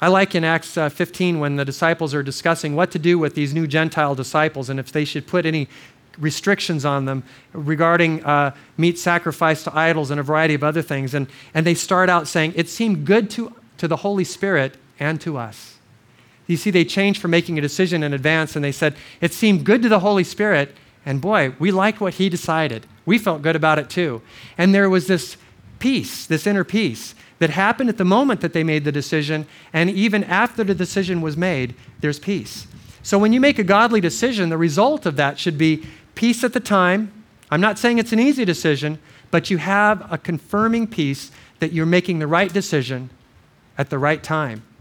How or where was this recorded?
large echoing room